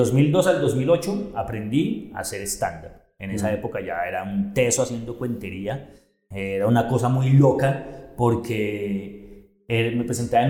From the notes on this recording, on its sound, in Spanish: DISCULPAS POR EL ECO EN EL AUDIO. Directo desde Bogota.